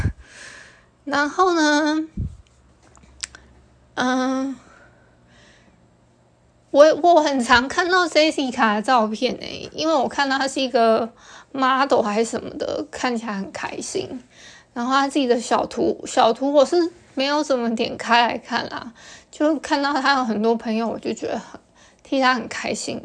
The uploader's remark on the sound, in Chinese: 因為用手機錄製的關係，就當設備休息一下吧！音檔不會重調的。